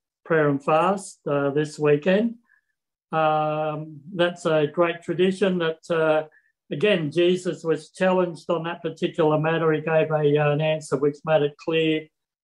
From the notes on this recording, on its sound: Talk 2 from the Wednesday United zoom meeting on 17 November 2021